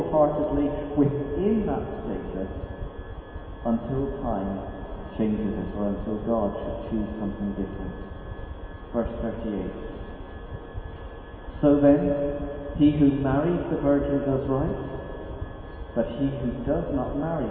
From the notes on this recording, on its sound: NOTE: AUDIO IN THIS WEEKS RECORDING IS OF POOR QUALITY.